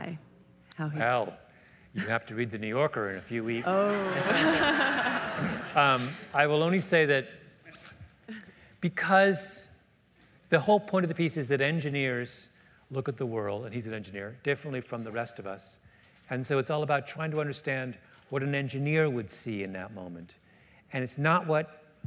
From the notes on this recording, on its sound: Recorded April 7, 2015 at New York’s 92nd Street Y.